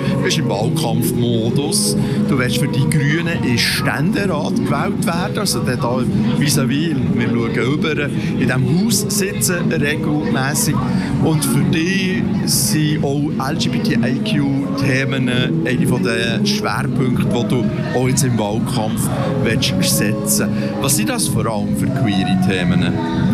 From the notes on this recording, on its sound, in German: QueerUp Radio sendete anlässlich der BernPride/EuroGames am 29.07.2023 während mehrerer Stunden live vom Bundesplatz in Bern.